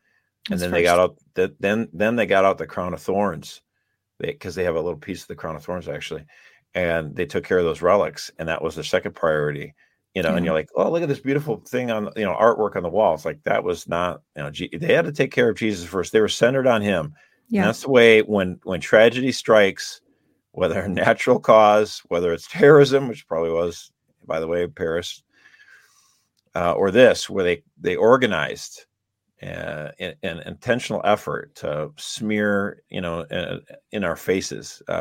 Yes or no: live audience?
no